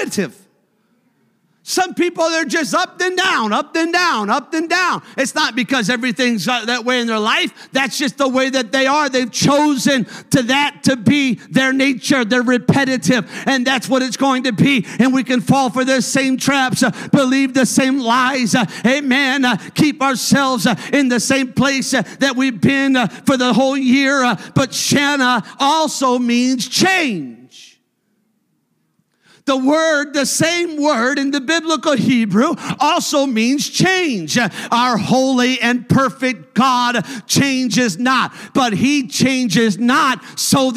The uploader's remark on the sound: a service recording from Connect Point UPC